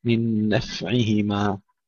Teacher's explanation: وإثمهما أيضا أكبر كما سبق في الكاف من نفعهما، أيضا الفاء فيها همس وليس فيها قلقلة، من نفعهما.